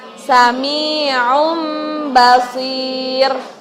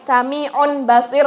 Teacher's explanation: cara bacanya hurufnya menjadi berubah mim disertai dengan gunnah selama dua ketukan · Shown in: first take · Term: iqlab